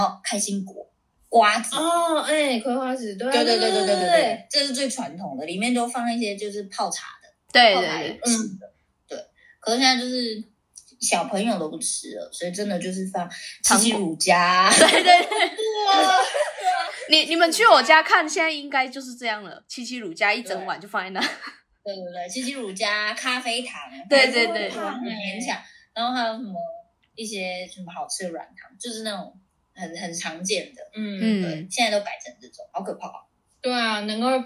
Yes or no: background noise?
yes